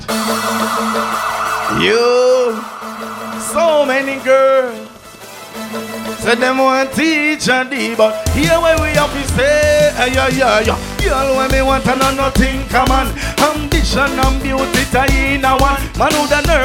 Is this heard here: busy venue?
yes